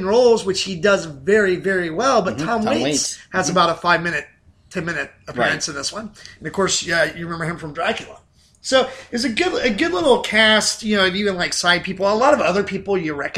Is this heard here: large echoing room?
no